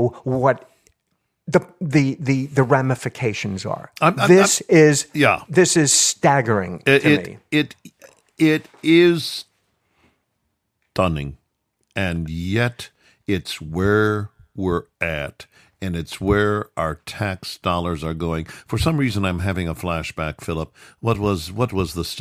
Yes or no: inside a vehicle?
no